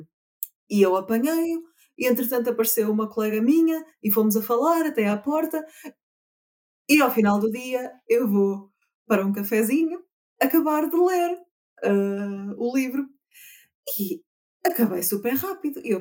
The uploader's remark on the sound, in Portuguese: Circunstâncias adversas (duas palavras chegarão: covid e agenda) obrigaram-nos a adaptar o ambiente de gravação, não tendo ao dispor os meios com que habitualmente gravamos.